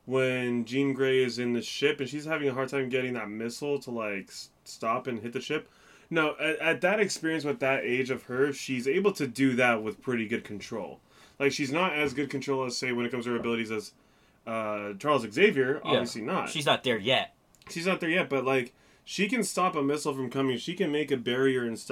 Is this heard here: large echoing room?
no